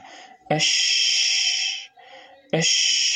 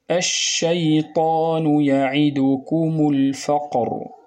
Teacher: انتشار صوت الشين من مخرجه حتى يصطدم بالصفحة الداخلية للأسنان العليا والسفلى. أش هذا الانتشار نسميه تفشي. · Term: التفشي